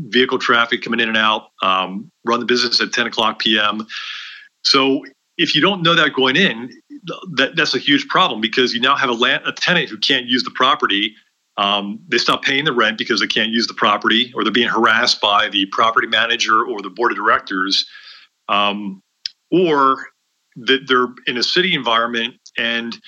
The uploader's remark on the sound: This is the first part of our two-part series from our Facebook live event we held a couple of weeks ago